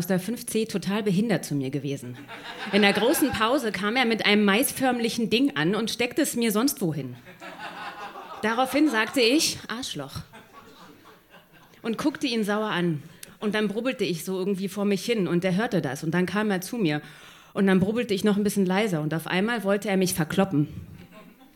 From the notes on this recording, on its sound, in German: Ausschnitte aus der Veranstaltung. Im Monarch, Berlin Auswahl der Beiträge von der „texte von gestern“-Liveshow. Heißen Dank an den Monarch, unser tolles Publikum.